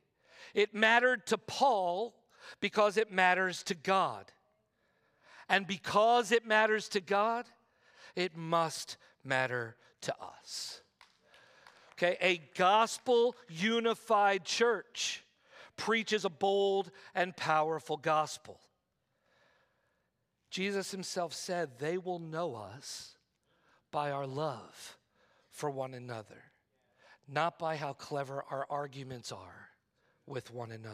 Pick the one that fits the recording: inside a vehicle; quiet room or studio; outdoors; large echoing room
large echoing room